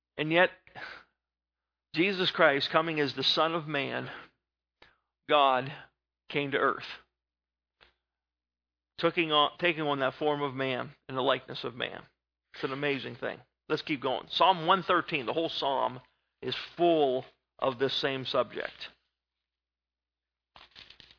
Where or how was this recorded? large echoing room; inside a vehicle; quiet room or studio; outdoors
large echoing room